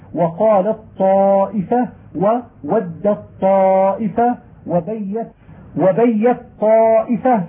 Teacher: وقال الطائفة وود الطائفة وبيت الطائفة في قراءة من أسكن التاء، فيظهر الإطباق لأنه في الوصل إطباقان بحرفين منطبقين مستعليين مجهورين شديدين